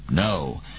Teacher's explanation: With a downward inflection, no.